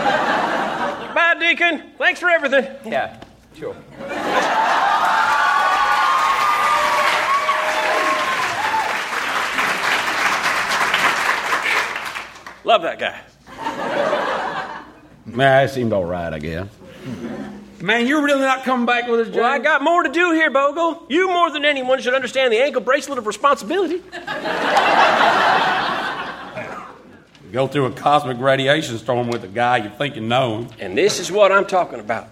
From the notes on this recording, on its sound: Recorded Live 3/3/2012 at Largo, Los Angeles.